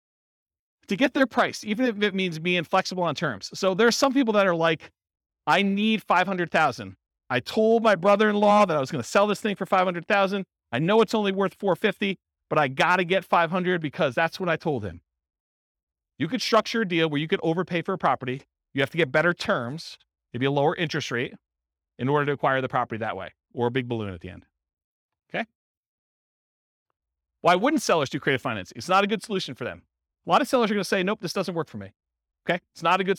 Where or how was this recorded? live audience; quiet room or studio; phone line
live audience